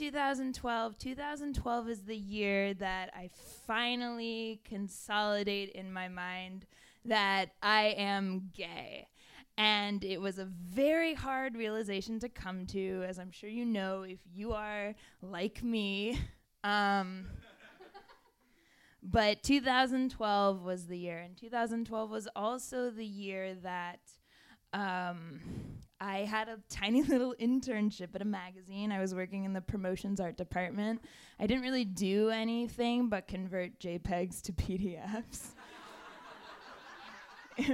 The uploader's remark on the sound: Recorded at the Brit Pack in New York City.